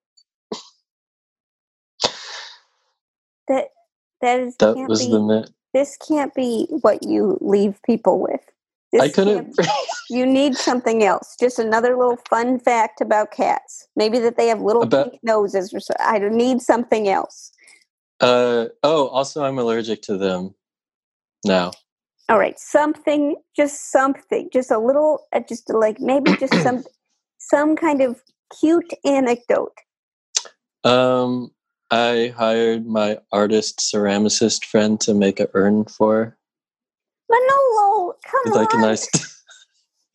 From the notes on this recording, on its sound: Play listener-created games with callers via Zoom!